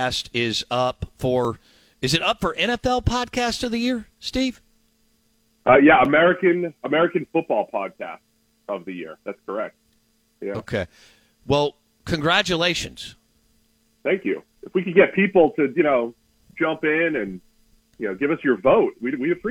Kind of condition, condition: link, phone line